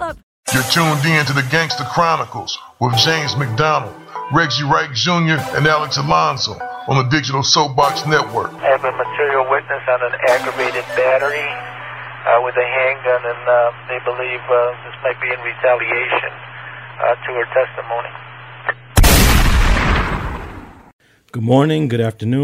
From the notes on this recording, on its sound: We also get a call